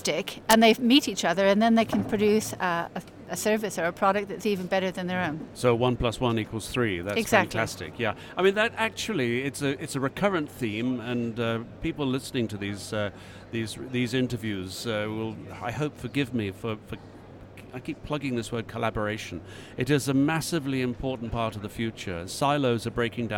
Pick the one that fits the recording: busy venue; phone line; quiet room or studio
busy venue